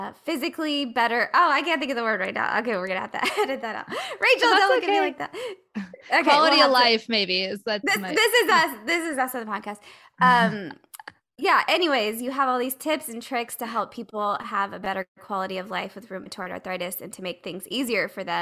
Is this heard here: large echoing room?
no